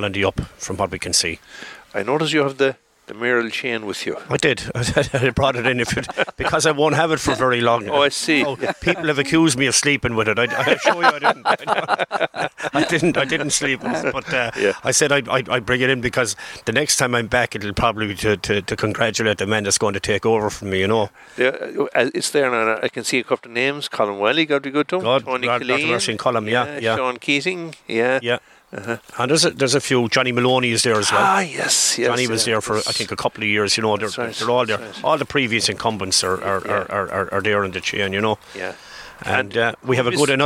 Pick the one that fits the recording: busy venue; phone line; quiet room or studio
busy venue